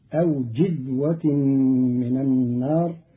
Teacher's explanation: قرأ قالون كلمة جذوة بكسر الجيم